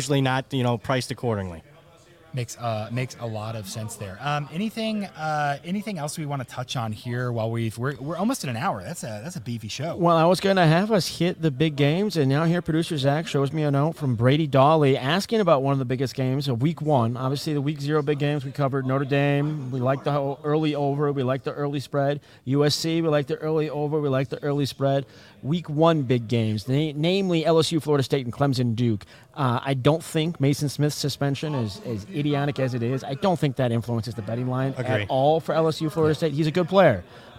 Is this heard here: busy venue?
yes